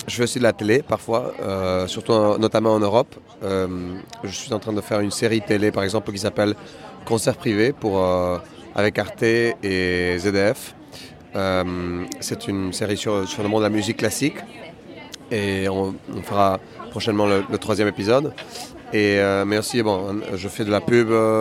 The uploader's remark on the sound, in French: Bienvenue dans cette 2ème capsule enregistrée en marge du 76ème Festival de Cannes. Après deux jours de pluie le beau temps est revenu sur la croisette. Installée en terrasse pour profiter du soleil.